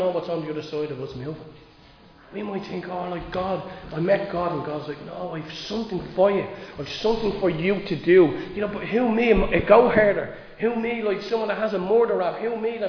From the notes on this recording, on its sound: Recorded live in Liberty Church